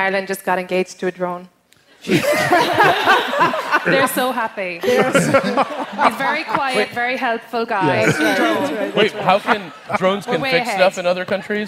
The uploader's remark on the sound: StarTalk Live! at the Apollo. StarTalk’s night at the historic theater in Harlem concludes with some surprises.